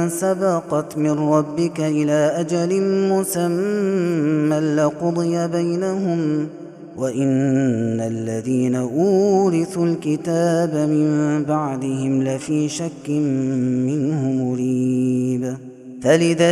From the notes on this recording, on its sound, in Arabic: هذا التسجيل من صلاة التراويح